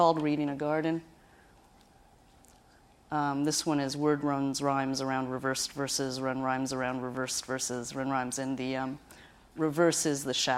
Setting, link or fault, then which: setting, live audience